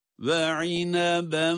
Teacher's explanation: İdgam sebebiyle idgam ma'al gunne. Hem idgam yapıyoruz hem gunne sesini çıkarıyoruz.